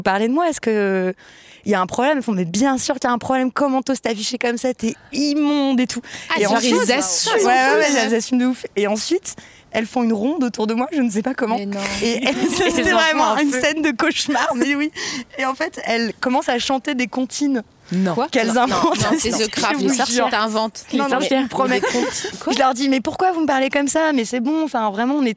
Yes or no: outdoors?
yes